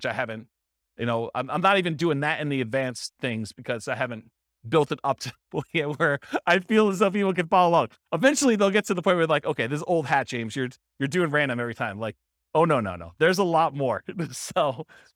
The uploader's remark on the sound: This was a live class recorded